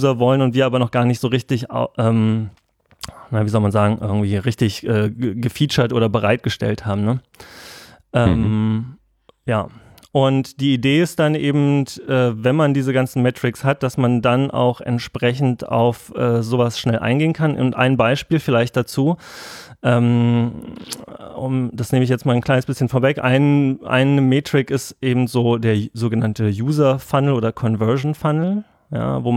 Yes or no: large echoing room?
no